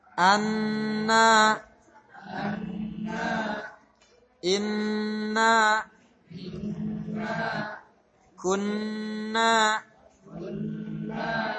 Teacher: Jadi yang ditahan nun, habis itu fathahnya baru na panjang.